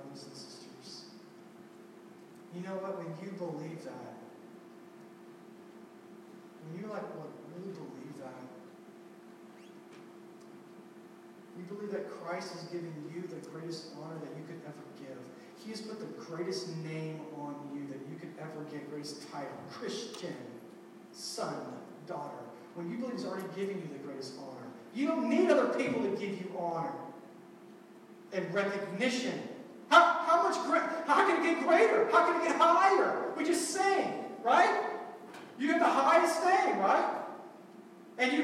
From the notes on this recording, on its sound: We apologize for the sound quality. First time in this new building and we experienced some technical difficulties.